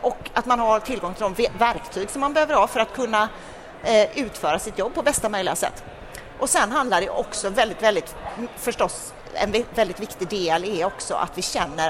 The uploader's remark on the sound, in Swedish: Detta avsnitt är det andra, av tre, som spelats in live på Kvalitetsmässan i Göteborg.